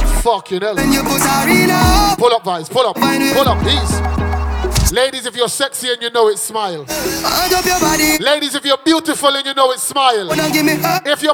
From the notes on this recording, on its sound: Live Set at 3WAY. Scala night club, London Uk.